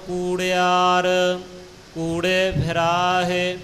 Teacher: ਕੂੜਿਆਰ ਕੱਕੇ ਦੀ ਲੈਂਕੜ ਪੂਰੀ ਉਚਾਰਨ ਕਰਕੇ ਪਾਠ ਕਰਨਾ ਜੀ